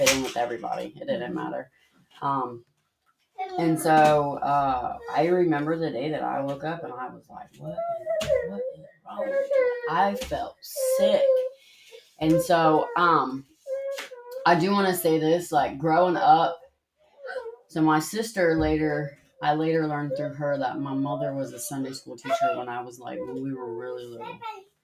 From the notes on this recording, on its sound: This one was recorded at her home with her two precious little girls. It's a little loud and there's a lot of sweet little voices and lots of things happening in the background.